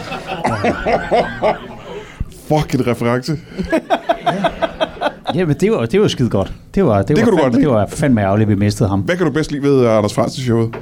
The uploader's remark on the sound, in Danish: LIVE fra 27b i Kolding. Optaget live på alletiders 27b i Kolding foran et levende publikum.